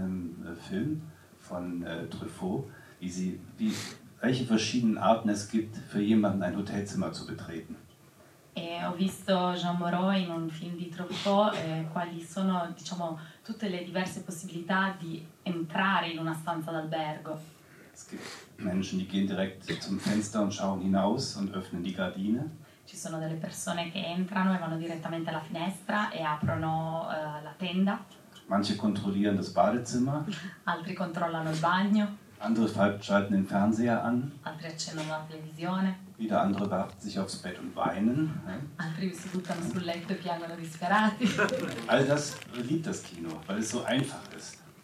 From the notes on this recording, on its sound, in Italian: Live Show. Questo episodio speciale è la registrazione dell'anteprima di Il Cielo Brucia al Cinema Galliera di Bologna.